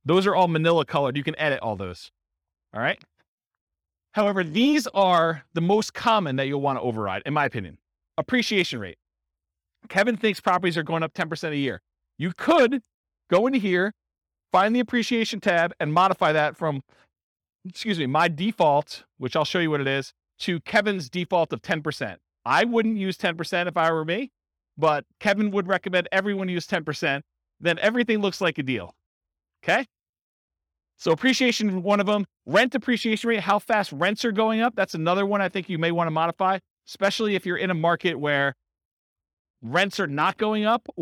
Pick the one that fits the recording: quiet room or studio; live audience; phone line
live audience